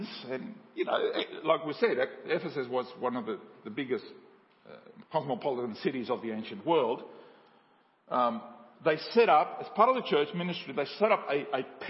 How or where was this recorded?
large echoing room